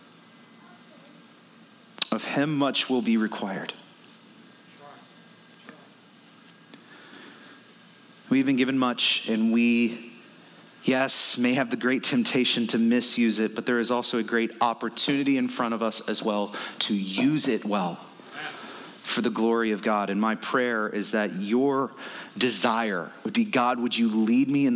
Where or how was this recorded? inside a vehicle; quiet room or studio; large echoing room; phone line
large echoing room